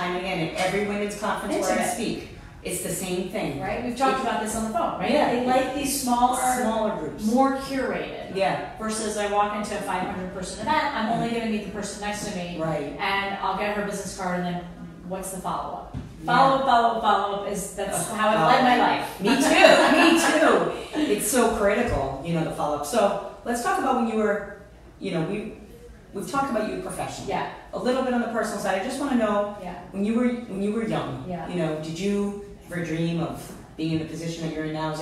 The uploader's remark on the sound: This was filmed LIVE at Luminary NYC.